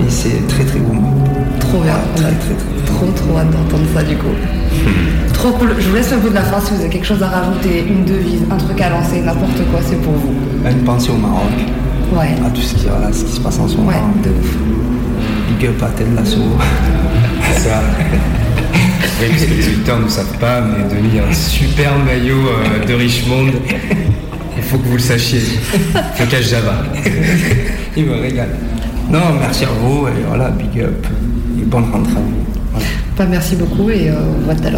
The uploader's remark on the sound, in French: Nous étions début septembre du côté de Montbrison pour la deuxième édition Urban Show. Un très bon moment partagé coupé par nos interviews que nous avons donné pendant le festival.